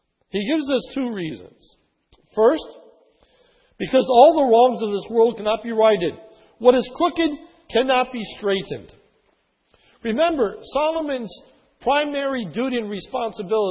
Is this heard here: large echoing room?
yes